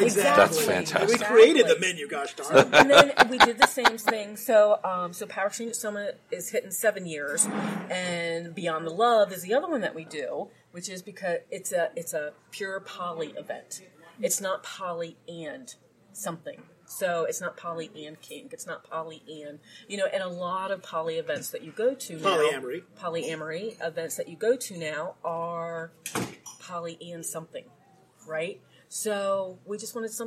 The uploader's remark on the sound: Erotic Awakening Podcast at Leather Leadership Conference